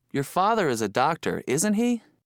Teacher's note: In the first example, the speaker isn't sure of the answer. He is asking for information, so his voice goes up at the end of the sentence. · Term: Rising intonation